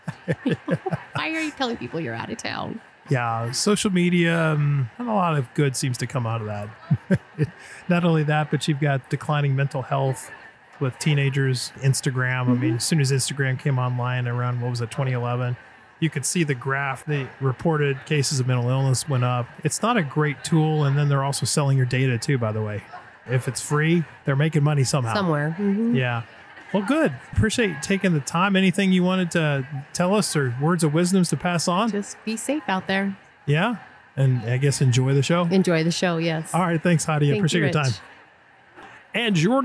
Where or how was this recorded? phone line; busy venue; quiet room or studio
busy venue